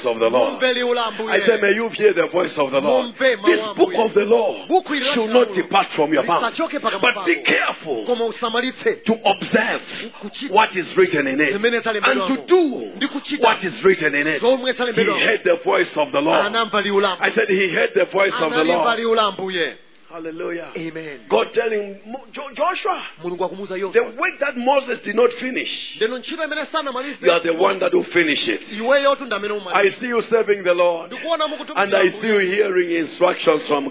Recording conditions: large echoing room